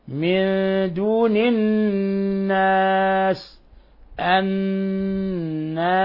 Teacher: الناس حرف غنة مشدد، النون مشددة فتعطى غنة مقدارها حركتين، فنقرأها هكذا: من دون الناس، الناس، وباللاحق إلصاق طرف اللسان في أصول الثنايا العليا مع غنة من الخشوم، لأن هذا يسموه حرف أغن أو حرف غنة مشدد.